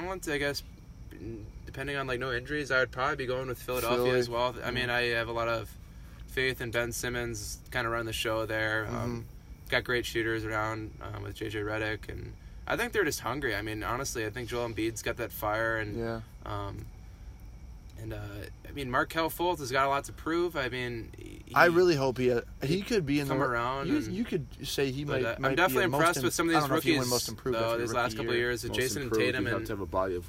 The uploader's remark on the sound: LIVE from Weaver Lake. Hits the record button on a boat in the middle of Weaver Lake.